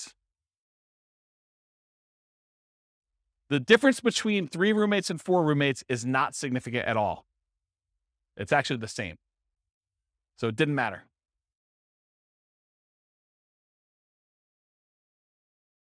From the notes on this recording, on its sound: This was a live class recorded